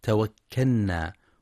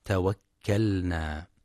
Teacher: يخطئ بعضهم فيقرأ توكلنا بإدغام اللام في النون هكذا توكلنا، والصواب إظهارها توكلنا · Shown in: second take